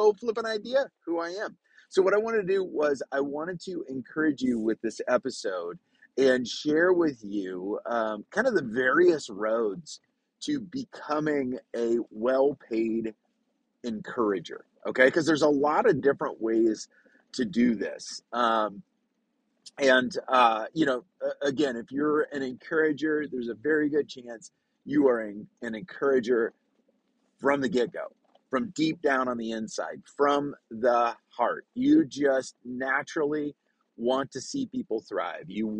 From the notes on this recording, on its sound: recorded from my truck so the sound is a little rough!